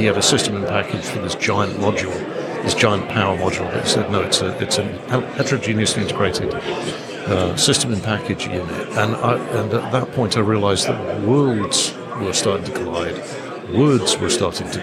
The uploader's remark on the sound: recorded at IMAPS DPC 2023